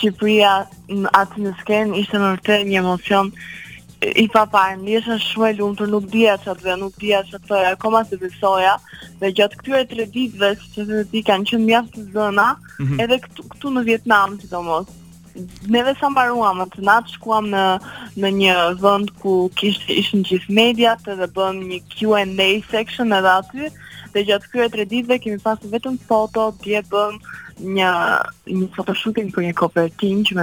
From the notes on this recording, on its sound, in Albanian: E ftuar në një lidhje telefonike për “Live From Tirana”